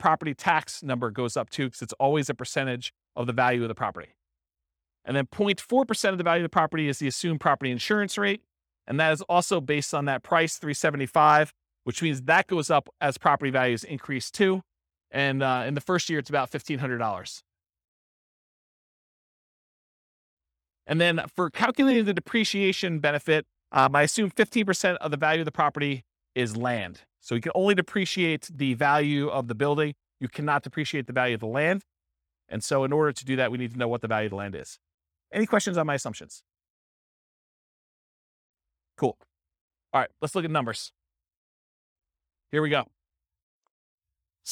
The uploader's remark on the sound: This was a live class recorded